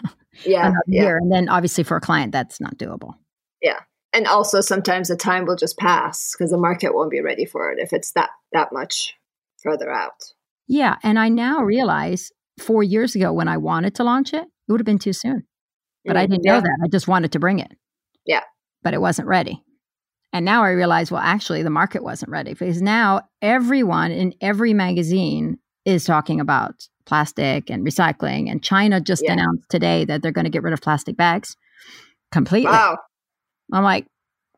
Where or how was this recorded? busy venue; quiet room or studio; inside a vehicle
quiet room or studio